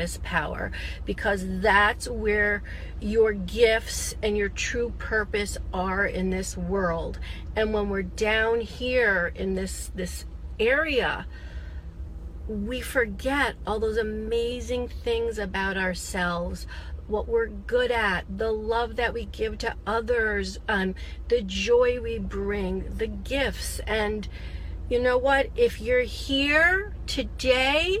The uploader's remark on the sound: In this short Connected Body Podcast I share with you an impromptu talk that I recorded in my car.